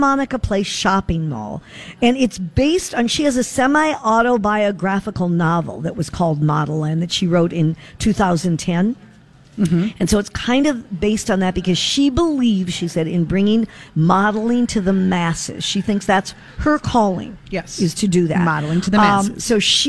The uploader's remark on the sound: broadcast live at Max's